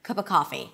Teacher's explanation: I actually reduced the of to a. So not only I reduced the a sound to a schwa, but I also dropped the V completely · IPA: ə